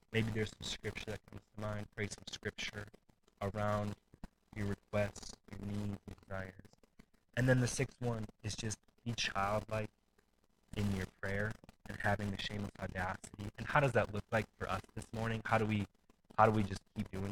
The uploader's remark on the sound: We are having issues with the sound quality of our live stream